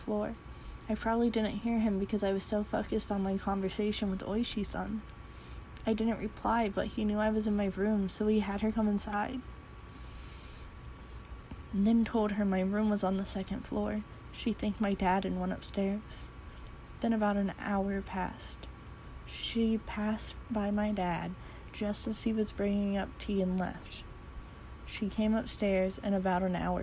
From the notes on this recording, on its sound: Reuploaded with the background sound